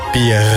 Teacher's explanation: Maar eigenlijk zegt iedere Brabander een harde G achter de R. · zeg maar eens bier met de huig R op het eind